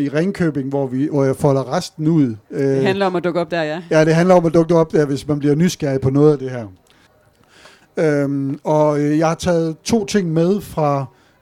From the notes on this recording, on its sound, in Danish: Live fra Kulturmødet Mors 2023. Podcasten er krydret med livestemningen fra teltet og spørgsmål fra tilhørere.